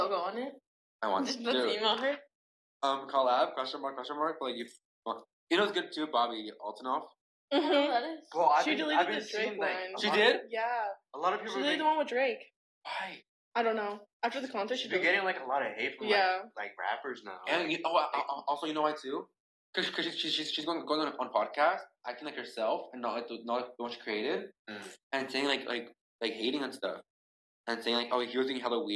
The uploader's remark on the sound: Please excuse bad audio quality im still working on it.